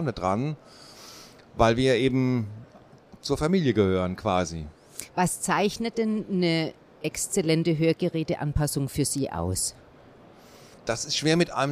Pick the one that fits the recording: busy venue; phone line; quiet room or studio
busy venue